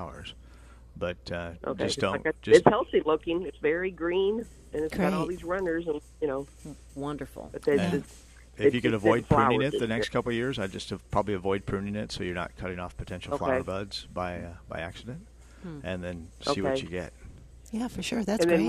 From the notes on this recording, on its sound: Plant Experts Live at Prairie Gardens